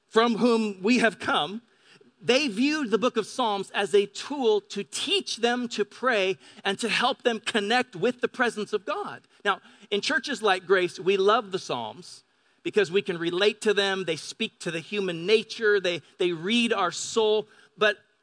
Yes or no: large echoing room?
yes